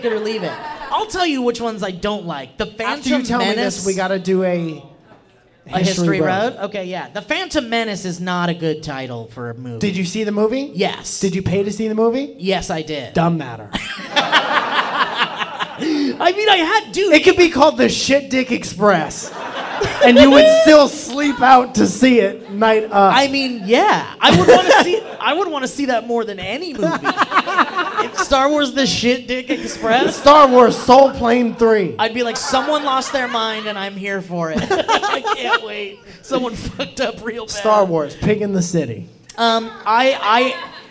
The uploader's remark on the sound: LIVE! - At The Soda Parlor, Nashville TN. Performed LIVE at The Soda Parlor in Nashville Tennessee!